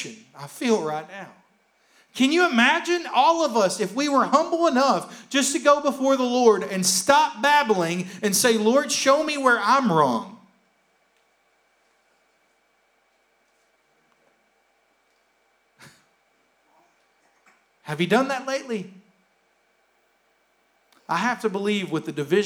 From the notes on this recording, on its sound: Here is a rebroadcast of our service from May 16th, 2021.